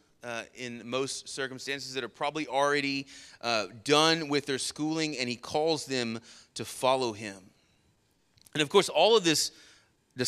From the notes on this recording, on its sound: Sermon Audio from our Worship service